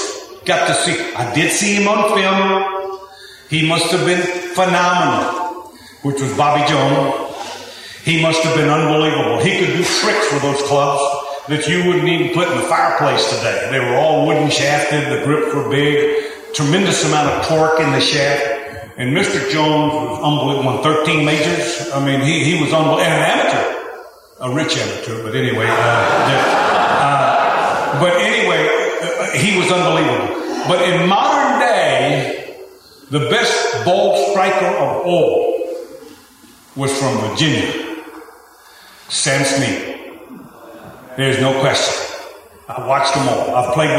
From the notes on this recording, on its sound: Headlined the first-ever Lone Star Luncheon hosted at the Texas Sports Hall of Fame. Listen to footage of the event. In front of a live audience.